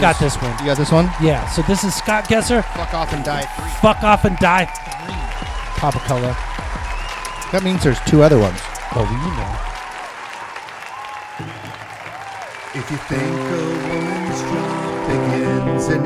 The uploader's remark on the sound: Filmed in front of a live Studio Audience